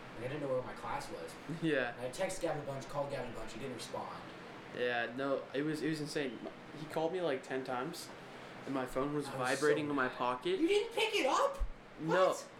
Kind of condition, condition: fault, sounds in the background